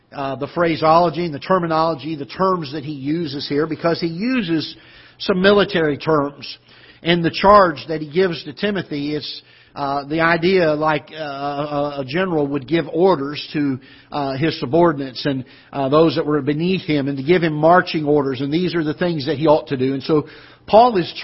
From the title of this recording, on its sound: Ketha Heights Baptist Church ~ Live Broadcast